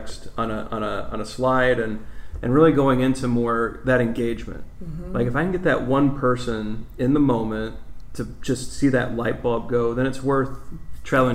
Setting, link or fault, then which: setting, busy venue